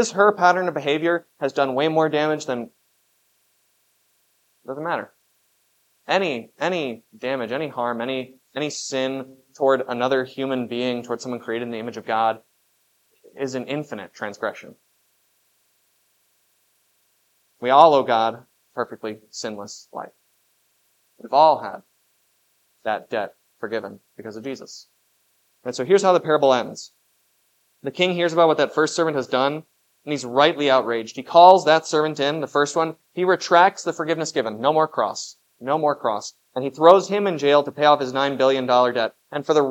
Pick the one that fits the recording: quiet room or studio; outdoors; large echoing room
large echoing room